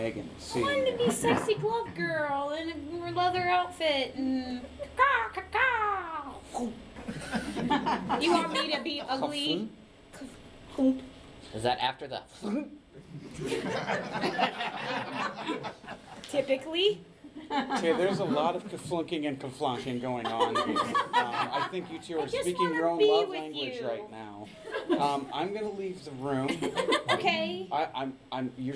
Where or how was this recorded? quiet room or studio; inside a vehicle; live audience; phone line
live audience